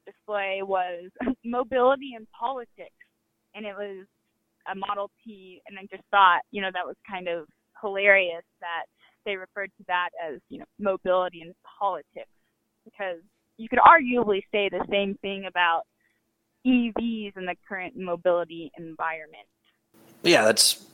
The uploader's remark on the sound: While they were putting the car through its paces, they hopped on the phone